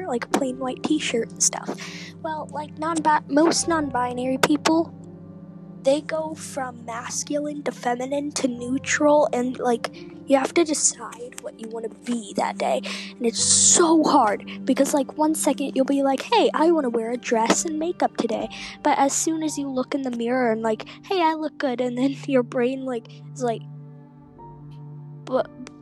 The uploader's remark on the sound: sorry about the buzzing in the background, it’s my headphones